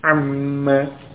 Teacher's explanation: Pada amma juga demikian. An, nun sukun ketemu mim, maka nunnya masuk ke mim dengan tasydid